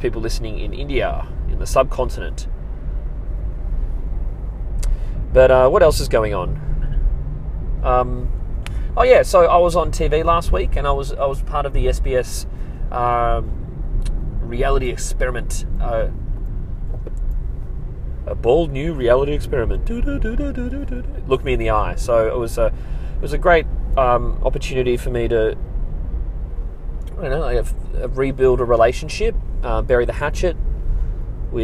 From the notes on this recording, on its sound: I'm in the car